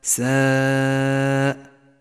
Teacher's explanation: المثال التالي على المد المتصل في كلمة ساء مثلا، ساء، حرف المد والهمزة في نفس الكلمة يسمى مدا متصلا ويمد 5 حركات وجوبا، وقد ميز في مصحف التجويد باللون الأحمر إشارة إلى زمن وموقع المد.